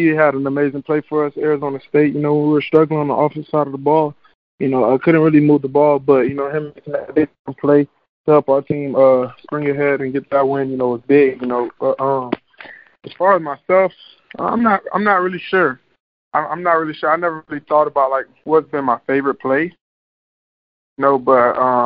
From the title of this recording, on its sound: National Championship Game Teleconference